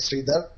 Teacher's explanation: it's a little bit hard for Americans because the accent is on the first syllable. It's more like Sridhar.